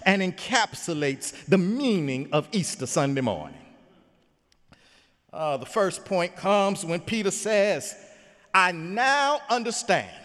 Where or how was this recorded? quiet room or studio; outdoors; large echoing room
large echoing room